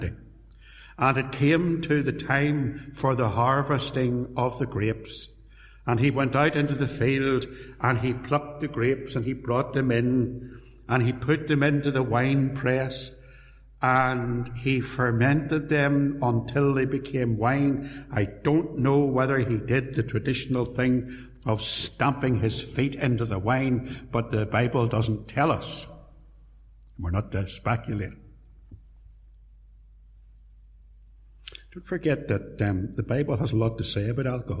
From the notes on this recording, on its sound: Sermon preached at Templepatrick Reformed Church